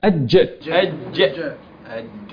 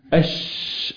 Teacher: لولا التفشي الذي في الشين لكانت جيم · Shown in: second take